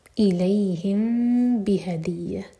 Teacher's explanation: میم کو ہولڈ کریں گے لیکن ہوٹوں کو ٹائٹ بند نہیں کریں گے. دو سیکنڈس کا ٹائم. · Term: اخفاء شفوی